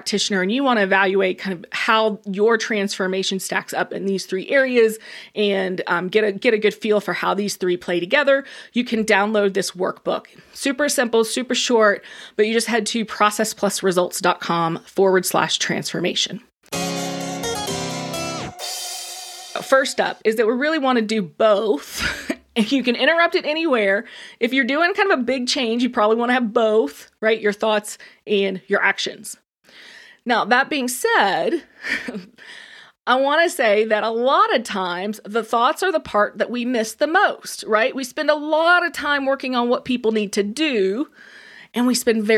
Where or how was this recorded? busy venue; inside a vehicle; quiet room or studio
quiet room or studio